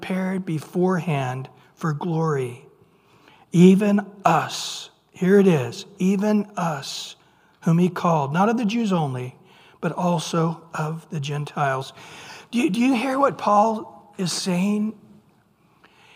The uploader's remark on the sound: Recorded at Calvary Chapel of Los Alamitos. On Wednesday evening sermon.